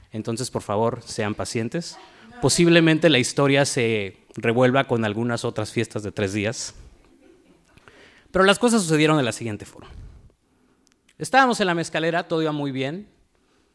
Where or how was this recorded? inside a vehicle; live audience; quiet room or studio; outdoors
live audience